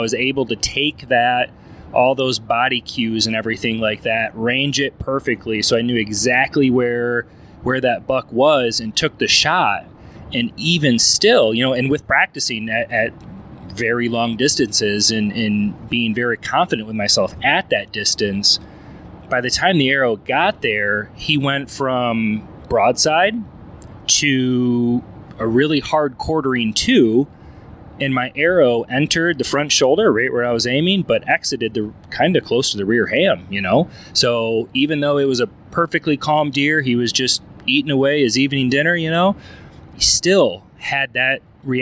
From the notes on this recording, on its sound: Meat Eater Live Post Show Podcast. In metro Detroit. This was recorded while driving down the road so the sound may be a little bit different than our normal shows.